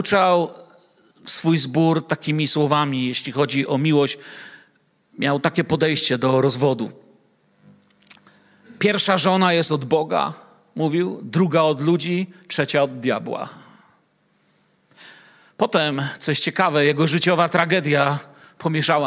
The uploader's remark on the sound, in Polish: Wykład nagrano podczas wieczoru z Biblią w Kościele „Filadelfia” Bielsko Biała.